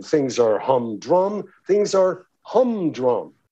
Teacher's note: The emphasis, of course, on the first syllable.